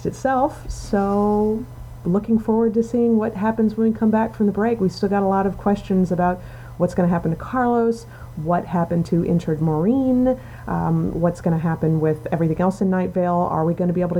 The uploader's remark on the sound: Sorry about the sound this week, we picked up a hell of a background hum in the recording, and it was either live with it or take it down and make everything else sound like we were speaking from the pit. We chose the pit.